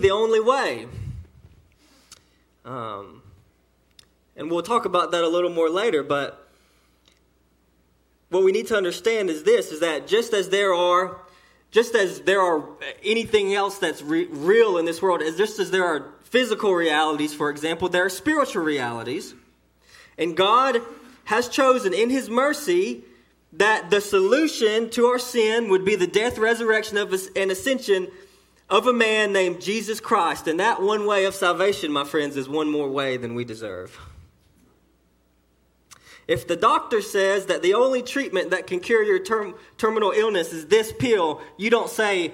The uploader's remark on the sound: Sermon delivered to Cottondale Baptist Church in Eastman, GA. During the 11:00am service.